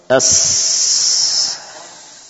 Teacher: suara desis yang khas pada sin itulah yang dinamakan dengan sofir. Yang tidak ada pada huruf-huruf selain ini, sin, sad, wa zai, ya.